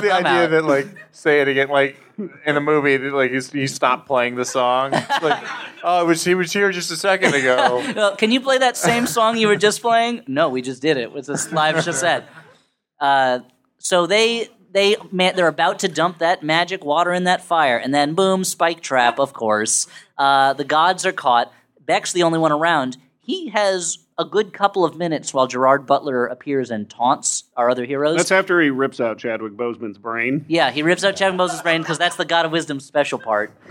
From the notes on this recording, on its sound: Live from Cake Shop as part of NYC Podfest.